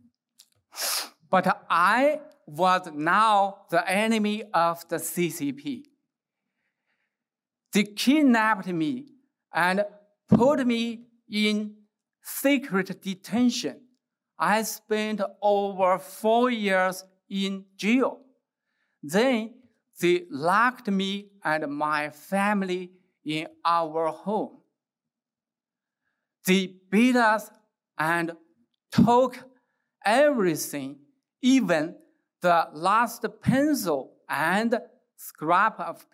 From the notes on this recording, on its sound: gave the keynote address at IWP's Presidential Investiture and Commencement for the Class of 2023.